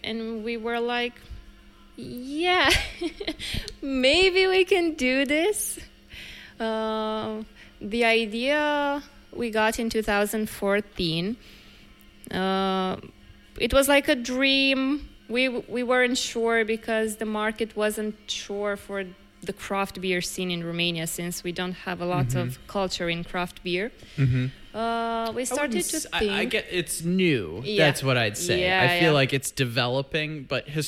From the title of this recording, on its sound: Live from Oriel Beer in Bucharest, Romania